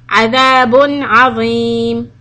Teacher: When I'm doing izhar, I just say the sound un and quickly go to the next sound.